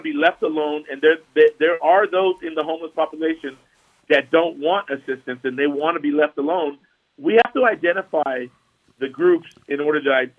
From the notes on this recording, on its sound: In the studio. Via phone.